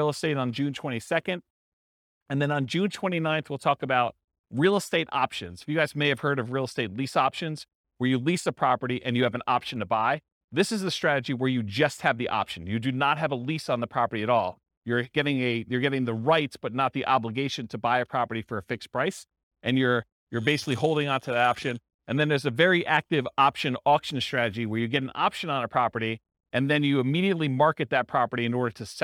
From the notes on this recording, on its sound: This was a live class recorded